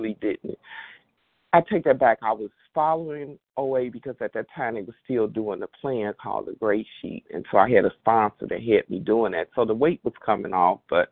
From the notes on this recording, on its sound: qualification from the 100 Pounders Phone Meeting